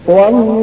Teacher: تغليظ لام الجلالة إذا ما قبلها فتحة أو ضمة